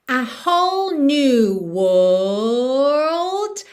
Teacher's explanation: Aqui o segredo é você sustentar a vogal e deixar para fazer aquela finalização de RLD no final.